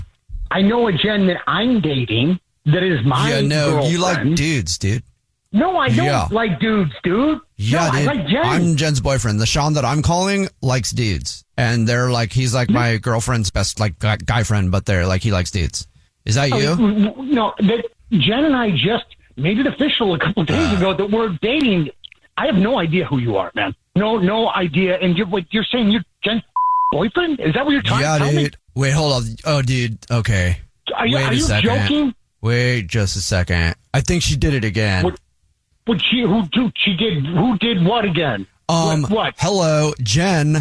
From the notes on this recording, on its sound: Phone Prank